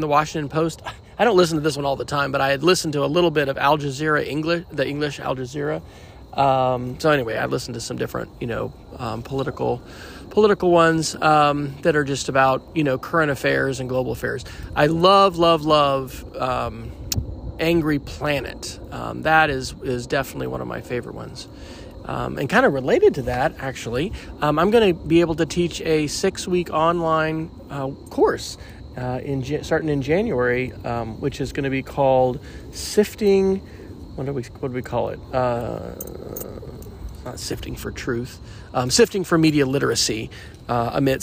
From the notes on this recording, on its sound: recorded at Anne Springs Close Greenway in South Carolina, just outside Fort Mill